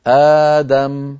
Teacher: نرى على اللوحة اجتماع همزتين ثانيتهما ساكنة، لا تجمع العرب في كلامها بين همزتين ثانيتهما ساكنة، فإن وجد ذلك في كلامهم أبدلوا الهمزة الثانية الساكنة حرف مد مجانس لحركة الهمزة الأولى، نحو أدم، تبدل الهمزة الثانية ألفا فتصير آدم · Term: مد البدل